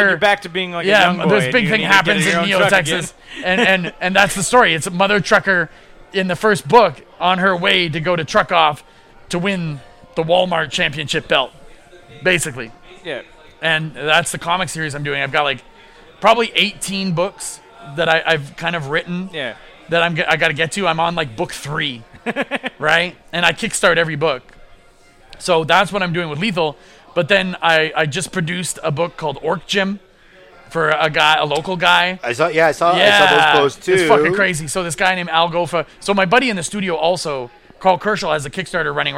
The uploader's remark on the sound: we recorded this one live (to tape) at the back of Grumpy’s on Montreal’s historic Bishop Street